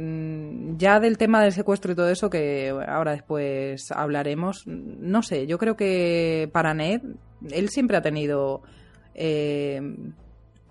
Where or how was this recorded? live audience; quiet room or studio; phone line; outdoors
quiet room or studio